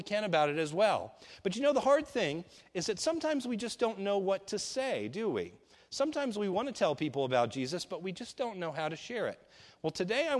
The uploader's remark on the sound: This is a sermon recorded at Lebanon Bible Fellowship Church in Lebanon , PA on 12/06/2015 during the morning service